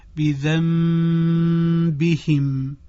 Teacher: دقت بفرمایید در عبارت من بیوتکم خونده شد من بیوتکم، یعنی اقلاب صورت گرفت، نون رسیده به با در بیوتکم. نون ساکنه وقتی به حرف با برسد اقلاب می شود، یعنی نون تبدیل میشه به میم